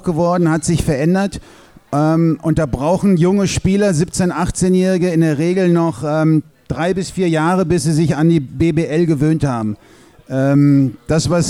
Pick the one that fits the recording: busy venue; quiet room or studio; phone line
busy venue